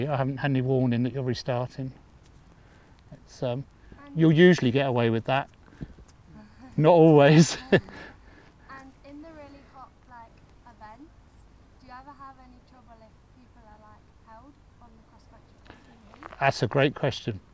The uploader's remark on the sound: Talk at Mayfield School, Kent. This was recorded outside at the Mayfield School's Equestrian Centre, and you may hear some general yard noises in the background.